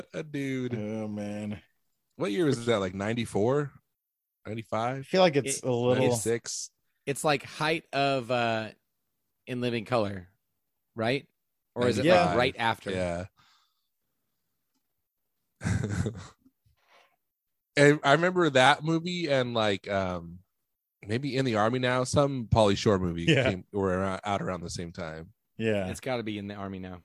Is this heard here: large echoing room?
no